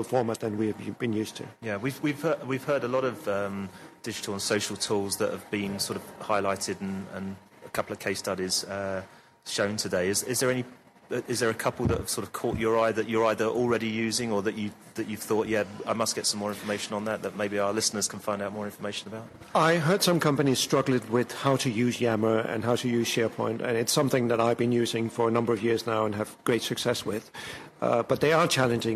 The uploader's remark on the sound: Recorded at the PRWeek Internal Communications Europe event in Amsterdam.